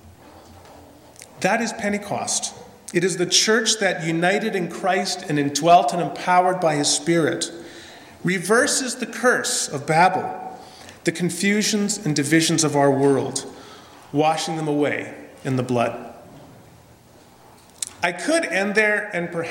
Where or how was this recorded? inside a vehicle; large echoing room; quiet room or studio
large echoing room